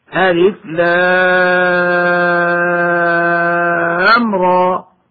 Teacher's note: فيه واللام من حروف المد اللازم الحرفي يمد بمقدار 6 حركات، والراء تمد مدا طبيعيا بمقدار 2 حركات كما سمعنا · الألف فلا مد فيه، مثال ذلك كما ننطق ألف لام را، فالألف لا مد فيه واللام من حروف المد اللازم الحرفي يمد بمقدار 6 حركات، والراء تمد مدا طبيعيا بمقدار 2 حركات